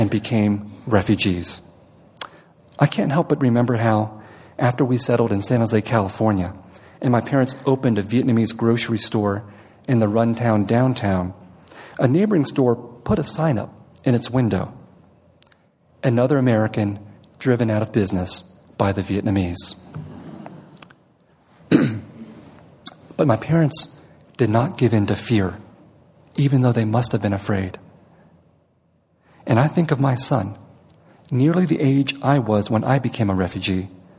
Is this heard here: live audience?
yes